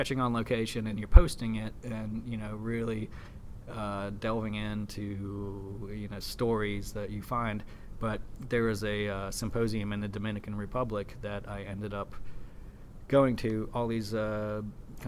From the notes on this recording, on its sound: at the Sheraton in New York City during the Nation Art Education Association National Convention